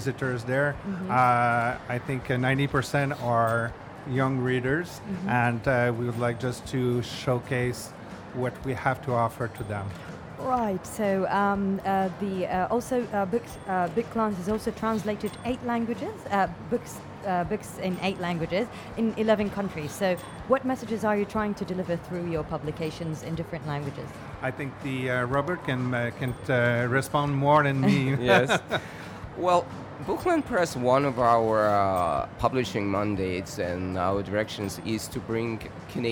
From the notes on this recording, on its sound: Live from SIBF 2022. Live interview from SIBF 2022.